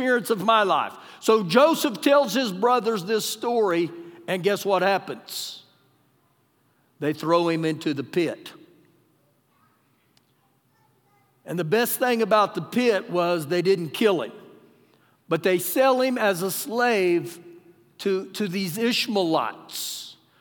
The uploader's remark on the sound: Recorded live during our Sunday morning service